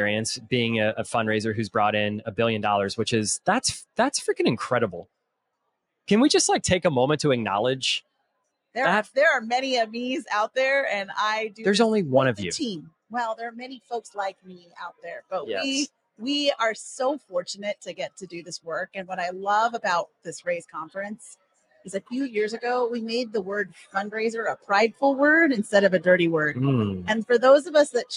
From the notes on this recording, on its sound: Live from Raise 2023.